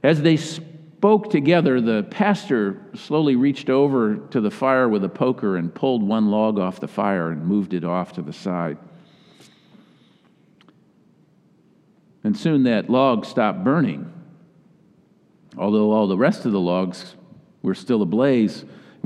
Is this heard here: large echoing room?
yes